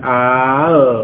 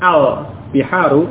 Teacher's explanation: Kemudian di situ dituliskan hamzah istifham bertemu dengan alif lam, maka hamzah atau kedua hamzah disatukan dengan mat menjadi al. Membacanya panjang. · Shown in: first take · Term: bacaan panjang